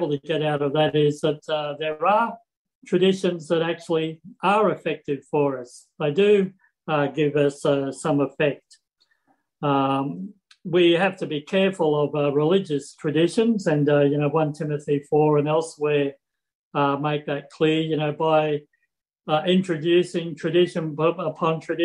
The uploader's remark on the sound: Talk 2 from the Wednesday United zoom meeting on 17 November 2021